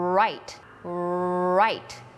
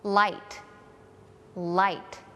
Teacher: มันจะมีวูนิดนึงสำหรับ R.